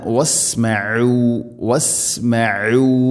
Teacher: ഐൻ തൊണ്ടയുടെ മധ്യഭാഗമാണ് മഖ്റജ് അഥവാ അക്ഷരം പുറപ്പെടുന്ന സ്ഥലം.